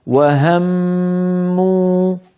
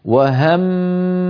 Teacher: صوابها هكذا: وهموا، وهم إلى الآن في غنة، وهموا لما أصل إلى الواو مو، فأقطع عمل الخيشوم وأنطق واوا صافية · Shown in: second take